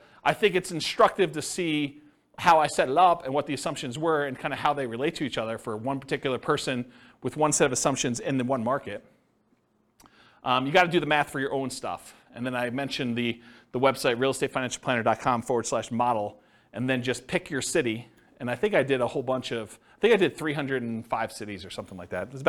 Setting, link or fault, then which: setting, live audience